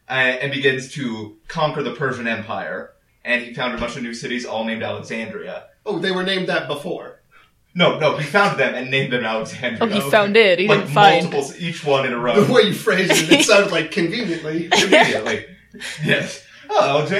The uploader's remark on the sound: Apologies for the uneven audio quality.